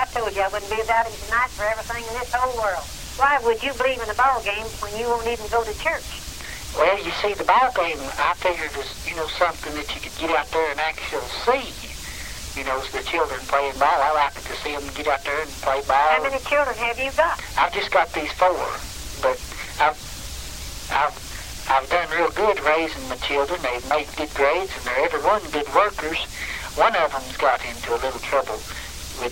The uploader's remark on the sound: Prank Phone Calls